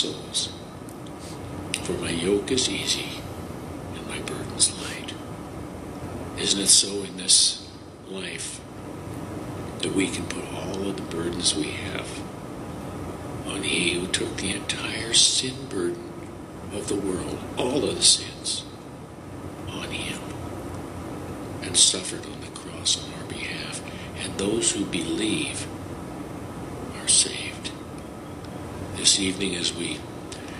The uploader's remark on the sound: Seattle Washington &Moncello USA Laestadian Lutheran Church Communion Services 2021